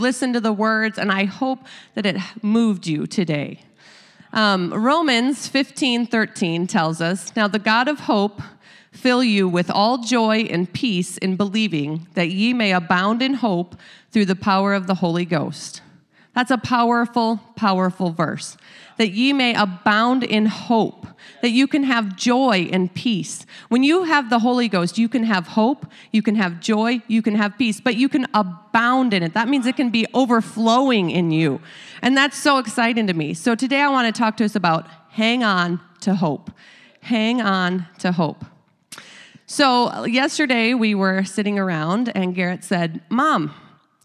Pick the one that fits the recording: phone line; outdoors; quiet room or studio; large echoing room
large echoing room